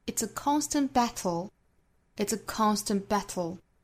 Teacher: 抵住上齿龈之后呢，我们从舌头两侧爆破送气，这个时候舌头两侧是有很强烈的爆破感的 · Term: 舌边爆破